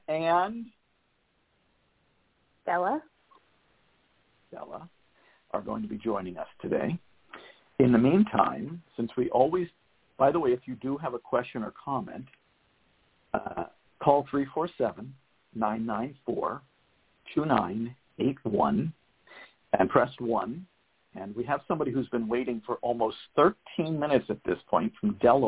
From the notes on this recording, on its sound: a mom who called